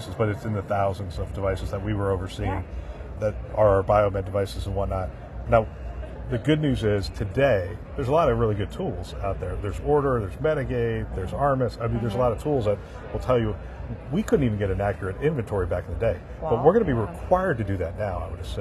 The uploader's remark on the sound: An Interview in Action live from ViVe 2023.